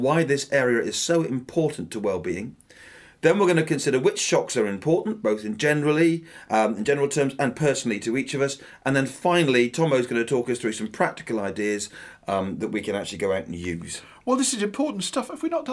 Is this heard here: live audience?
no